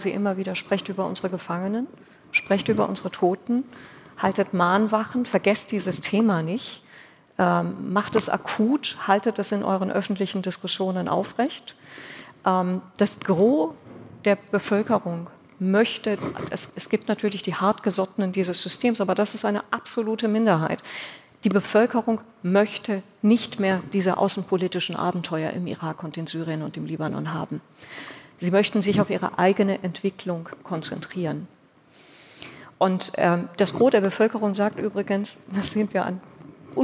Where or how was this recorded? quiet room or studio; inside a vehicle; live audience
live audience